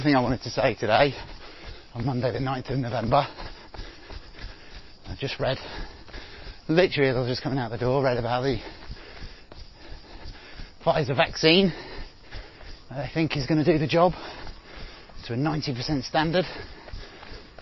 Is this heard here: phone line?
no